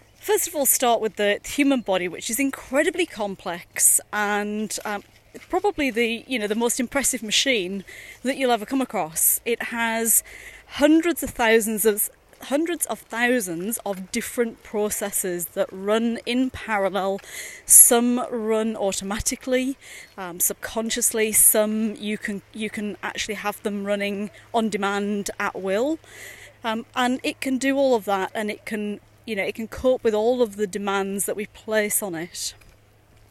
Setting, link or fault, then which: setting, outdoors